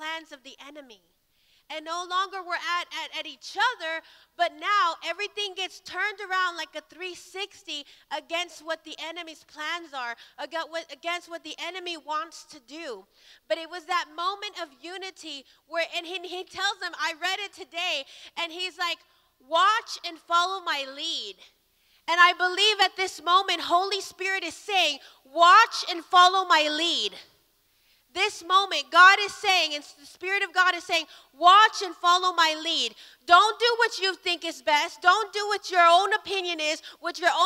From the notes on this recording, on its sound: Recorded live at Emerging Stream Apostolic Center in Stryker, Ohio.